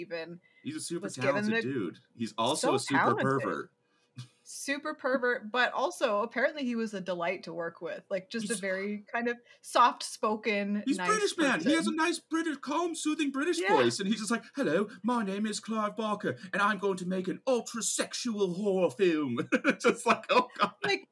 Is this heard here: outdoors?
no